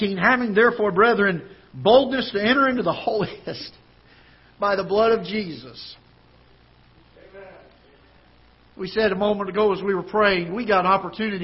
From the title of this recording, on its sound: Ketha Heights Baptist Church ~ Live Broadcast